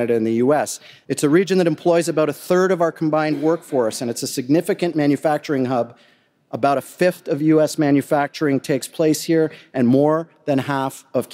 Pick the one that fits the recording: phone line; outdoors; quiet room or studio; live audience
live audience